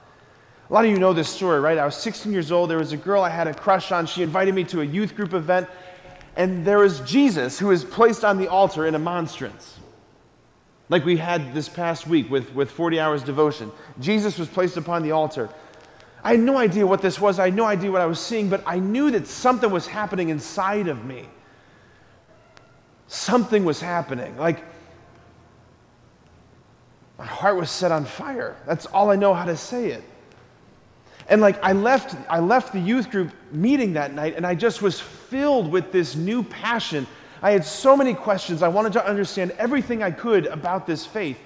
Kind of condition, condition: setting, large echoing room